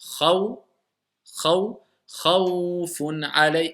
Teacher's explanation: la longueur de cette voyelle équivaut à 2, deux temps, 4, voire 6 fois une petite voyelle. Donc, on va prolonger un peu. · Term: MADDULLIN